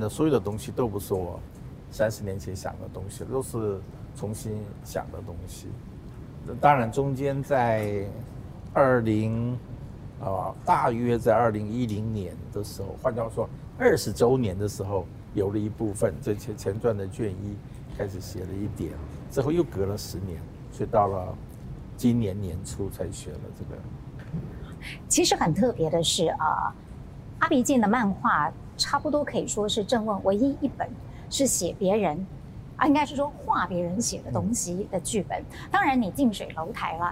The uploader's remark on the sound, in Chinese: 本集於開放式場地錄音，難免受環境音干擾，還請包涵見諒。